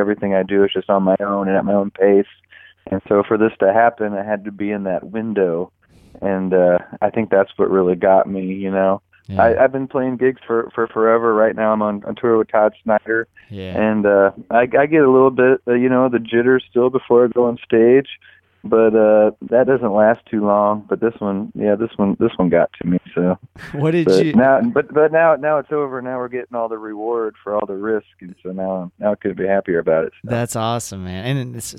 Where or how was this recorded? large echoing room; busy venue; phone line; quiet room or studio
phone line